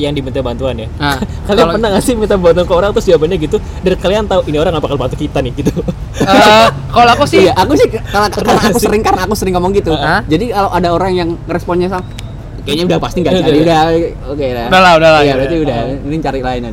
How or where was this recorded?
outdoors